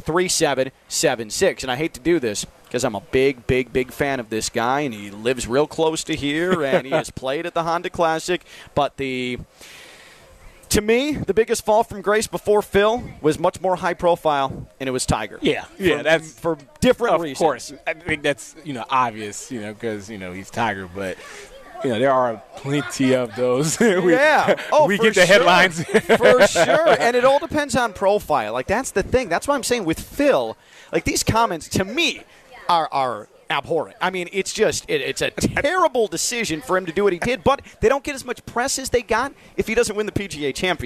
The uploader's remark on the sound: Joins us live from the HONDA CLASSIC.